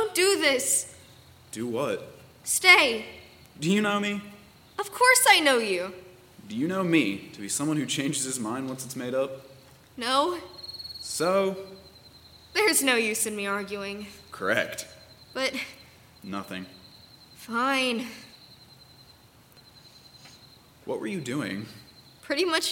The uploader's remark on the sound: It was recorded in front of a live audience. By Thespian Troupe 4592 of Madison High School in Middletown, Ohio.